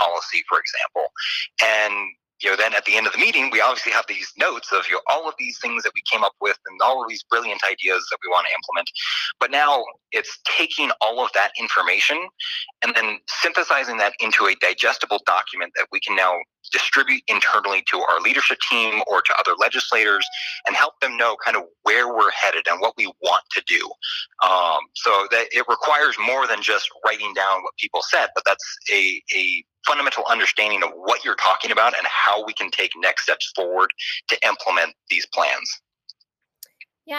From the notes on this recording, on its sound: via telephone